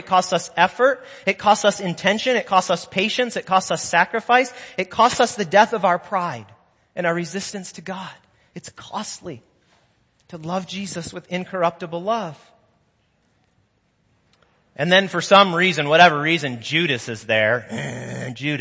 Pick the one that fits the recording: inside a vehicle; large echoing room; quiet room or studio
large echoing room